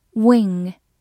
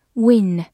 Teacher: I-N-G 发的是后鼻音 ing · IPA: [wɪŋ]